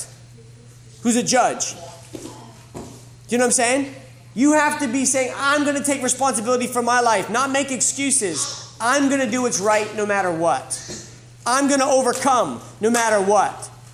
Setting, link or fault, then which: setting, live audience